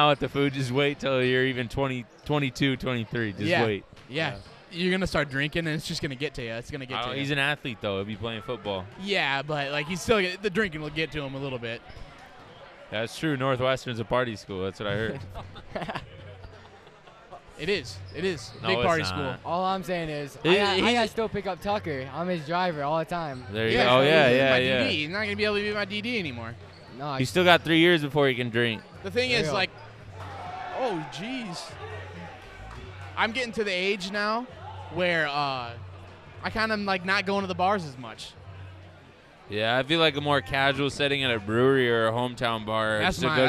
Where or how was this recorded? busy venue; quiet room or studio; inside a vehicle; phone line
busy venue